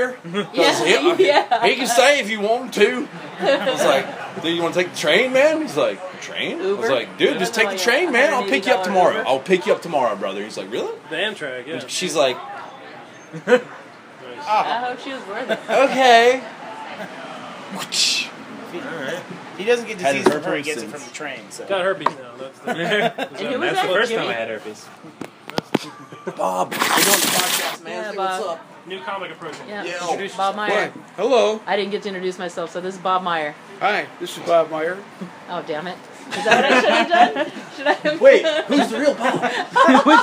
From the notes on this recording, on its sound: Jackelope Jack Open Mic pre show. We decided to record pre-show hang-out.